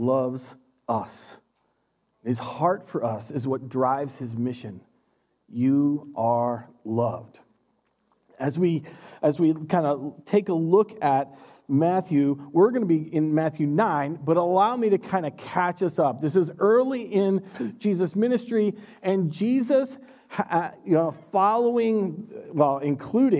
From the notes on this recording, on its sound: Recorded live at Word of Life Church in Le Sueur, Minnesota on April 25th, 2021. Powered by Restream - (Bensound Royality Free background music).